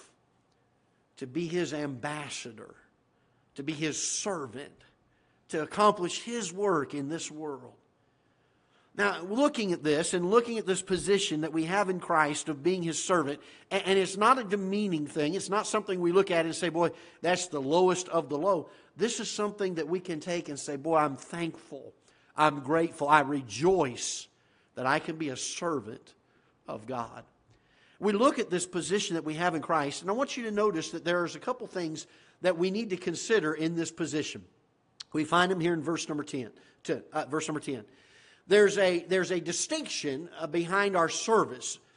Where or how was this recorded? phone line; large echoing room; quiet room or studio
large echoing room